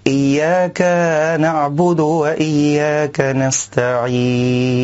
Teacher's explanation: كذلك من الأخطاء إشباع حركة الفتحة في حرف الكاف من كلمة إياك، فبعضهم يشبع الفتحة حتى يولد ألفا